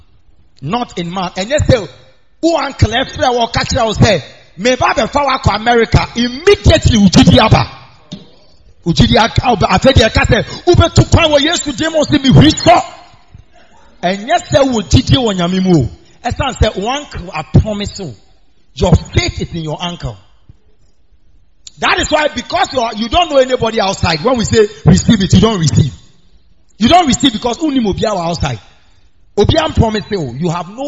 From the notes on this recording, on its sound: preached on wednesday at the miracle arena